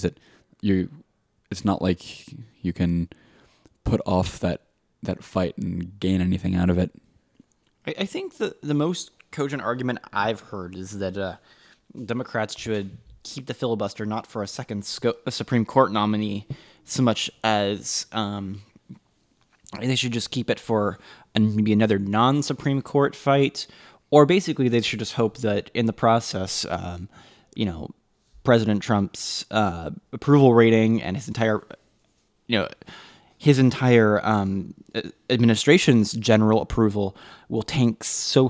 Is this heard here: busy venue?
no